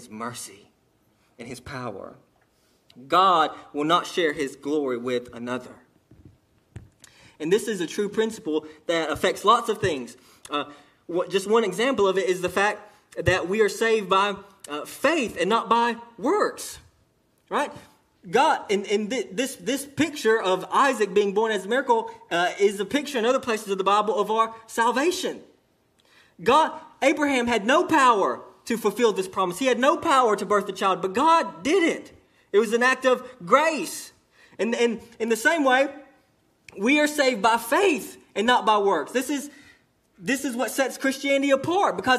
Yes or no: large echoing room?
yes